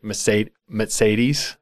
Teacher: Brits kind of skip over the R in Mercedes, and it can come out sometimes as Mercedes or like almost like Mercedes or Mercedes.